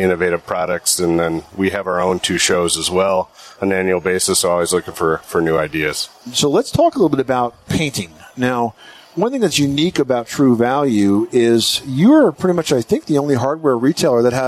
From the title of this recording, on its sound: The Money Pit Broadcasts from the Top Products Pavilion at the 2019 National Hardware Show